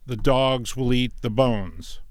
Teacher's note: I've added two words, but the timing hasn't changed. I've just slipped those unstressed words in.